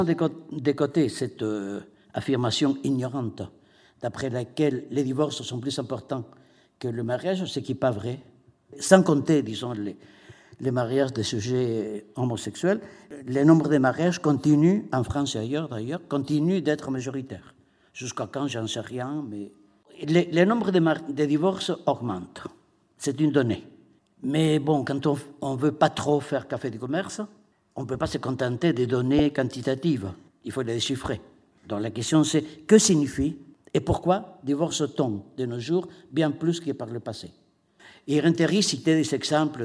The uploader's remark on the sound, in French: lors du colloque ANDESI/FRACTALE des 26 et 27 novembre 2015